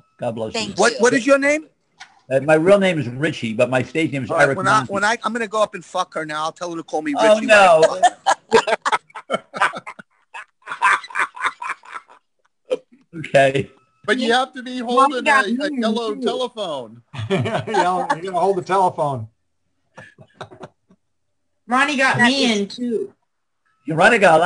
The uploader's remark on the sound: An epic Zoom Show. For those who missed the live stream of this one, really missed out.